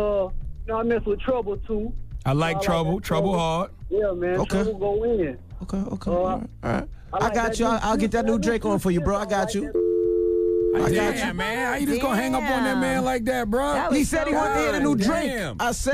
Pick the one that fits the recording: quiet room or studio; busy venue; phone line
phone line